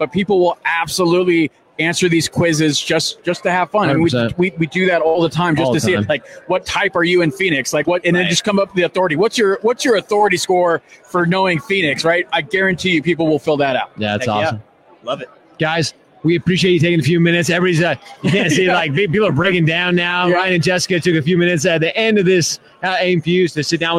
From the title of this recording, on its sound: LIVE from AIME Fuse